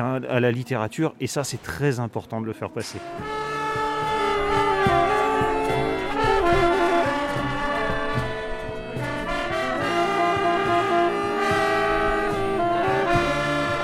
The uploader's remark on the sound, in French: Musique live &amp; orchestre, parvis &amp; coucher de soleil, montagne et micro tendu à une passante. Nous avons tendu notre micro au collectif Cultures essentielles en lutte - Isère qui mène l'occupation de la MC2. Musique live & orchestre, parvis & coucher de soleil, montagne et micro tendu à une passante : c'est aussi le son d'une scène nationale inaugurée par André Malraux en 1968.